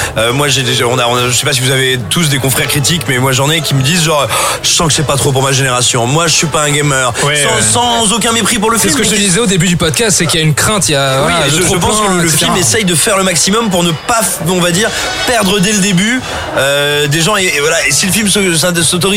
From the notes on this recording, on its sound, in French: Enregistré au Grand Bréguet (17 Rue Breguet, 75011 Paris)